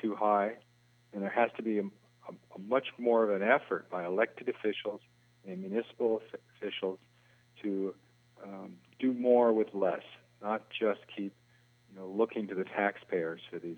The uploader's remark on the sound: We then talk live on the phone